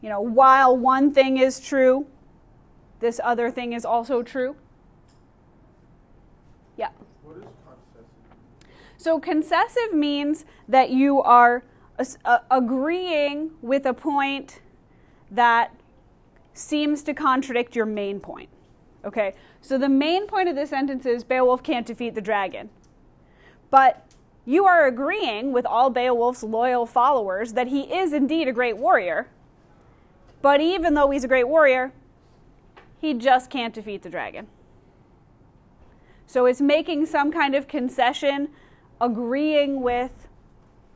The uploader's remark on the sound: Recorded in class.